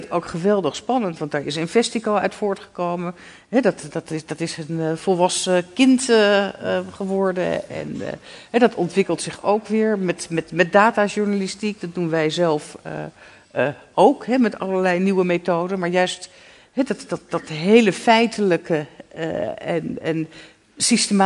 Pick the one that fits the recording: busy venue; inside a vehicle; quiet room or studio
busy venue